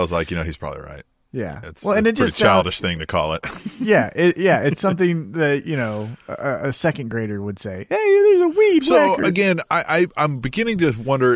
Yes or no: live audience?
no